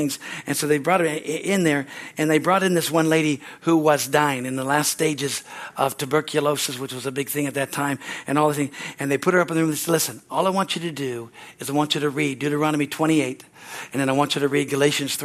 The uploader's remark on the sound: is from the Sunday serivce on April 16, 2023 at Harvest Bible Church in Stockton, CA.